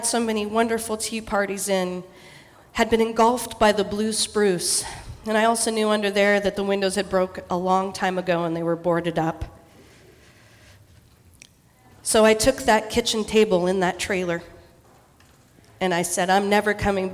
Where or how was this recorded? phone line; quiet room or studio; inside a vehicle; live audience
live audience